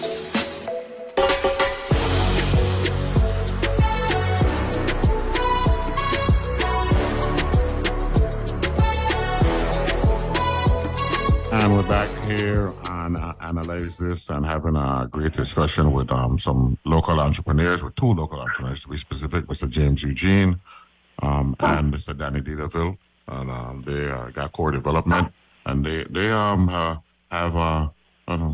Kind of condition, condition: link, phone line